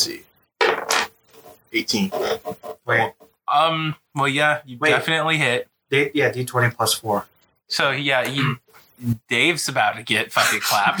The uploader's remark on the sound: Sorry for the bad quality of the sound, we are still working out how to make everything sound good and make sure everyone is clear.